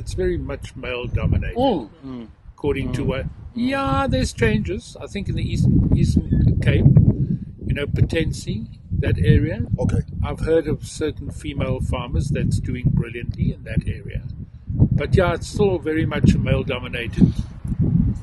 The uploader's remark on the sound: We were outside and there are moments of wind-noise.